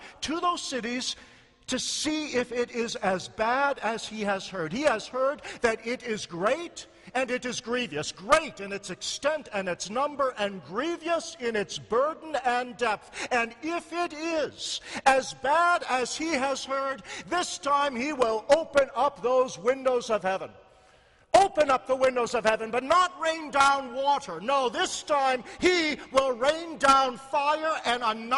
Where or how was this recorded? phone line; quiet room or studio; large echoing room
large echoing room